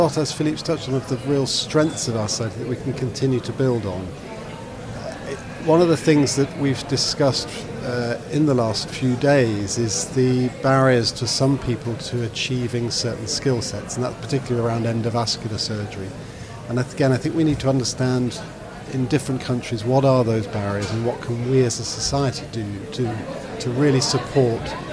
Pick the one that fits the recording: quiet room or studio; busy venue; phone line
busy venue